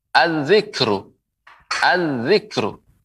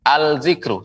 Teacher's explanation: Az-zikru. Alif lam dilebur dengan melebur ke huruf zal · Shown in: first take · Ya, tidak tidak pengucapannya dengan al zikru, salah.